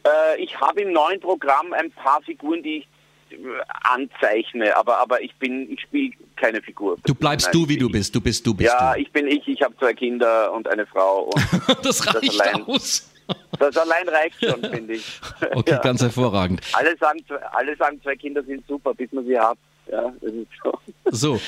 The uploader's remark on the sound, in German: im Live-Call auf JOKE FM